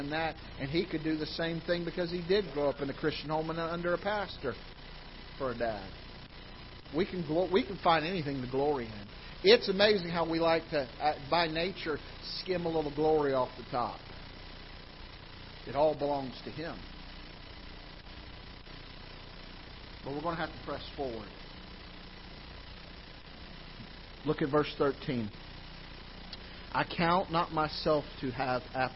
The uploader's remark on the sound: Ketha Heights Baptist Church ~ Live Broadcast